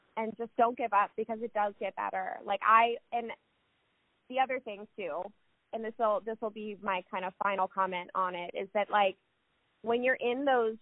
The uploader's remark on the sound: Joining us via phone from Cincinnati, Ohio.